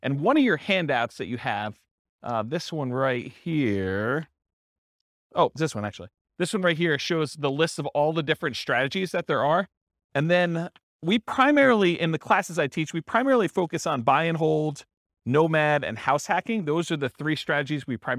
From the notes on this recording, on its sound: This was a live class recorded.